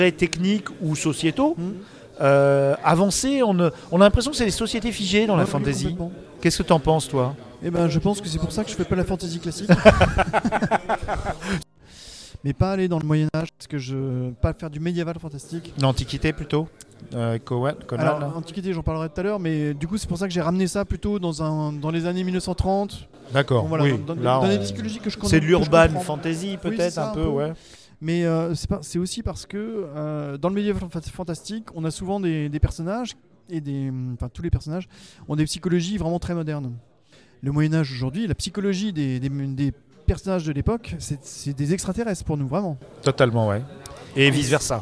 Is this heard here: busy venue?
yes